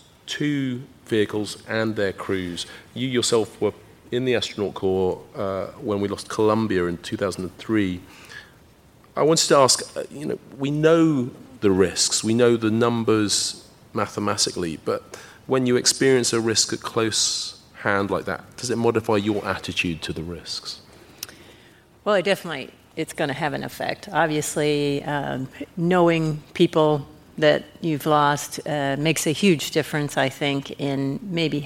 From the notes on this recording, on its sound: Live from Houston. The season finale comes from where President John F Kennedy made his famous Moon speech to rally the US behind the Apollo programme.